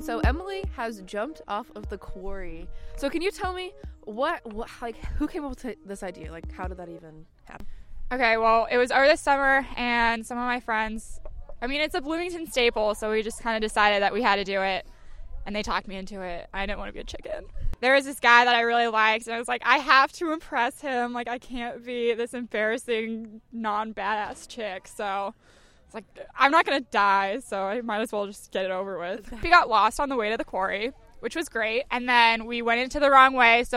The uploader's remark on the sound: took to the streets of Bloomington and asked people one question